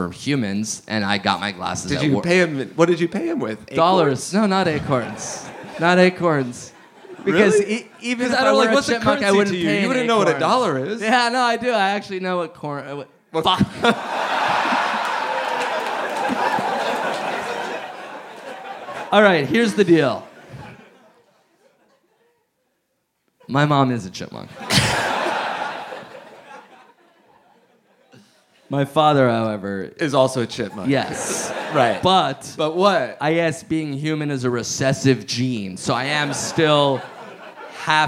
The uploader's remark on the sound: Live in London! Live at the Leicester Square Theatre in London!